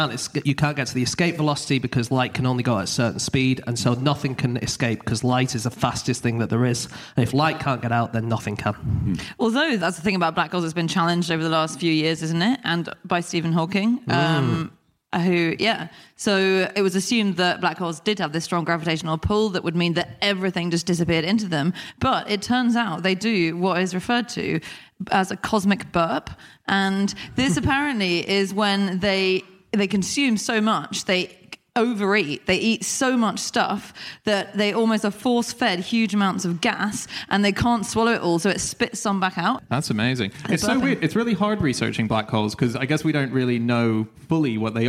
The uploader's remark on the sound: Live from Glasgow